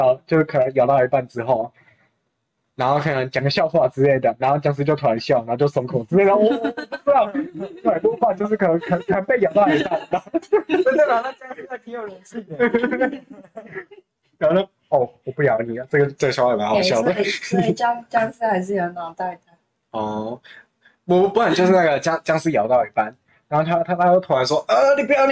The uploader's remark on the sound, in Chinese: 音質差請見諒